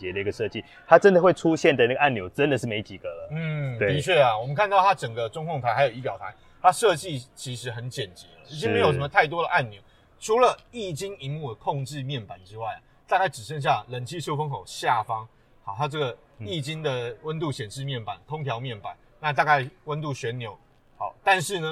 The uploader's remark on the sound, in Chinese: Audi A5 Sportback預拍會現場直擊。